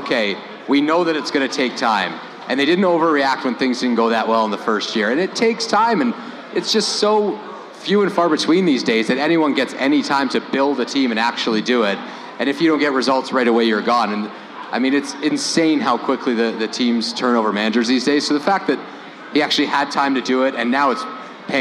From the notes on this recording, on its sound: Champions League Final Event. From Footy Talks Live Champions League event.